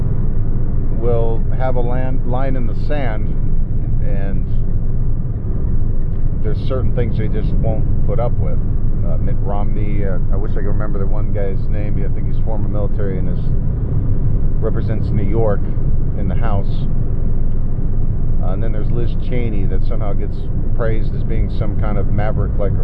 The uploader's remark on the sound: Sorry about audio. Wind from driving.